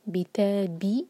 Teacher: بی ایک حرکہ، تا دو حرکہ لمبا، مد تبعی، بِتَابِع، اور ہمیشہ کسرہ کی آواز کو ای کا ساؤنڈ دیں.